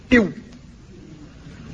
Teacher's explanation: أما الشفتان ففيهما مخرجان، مخرج للواو وهو في الواقع كما سبق اجتذاب للهواء، كأن الهواء قد خرج من الفم فتداركه الفم برد شيء منه، تقول إو، وتشاهدون تقلص الشفتين إلى الداخل عند النطق بالواو ساكنة، تشاهدون تقلص الشفتين إلى الداخل تقولون إو.